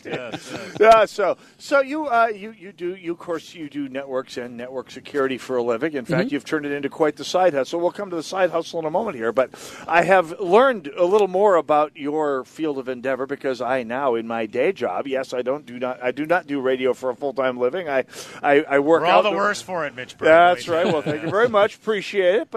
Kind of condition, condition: setting, busy venue